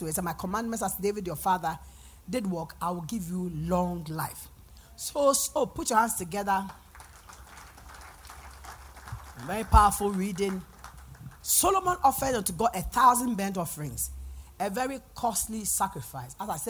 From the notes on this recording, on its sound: PREACHED AT THE LIBERTY SANCTUARY OF THE LORDS GARDEN MINISTRIES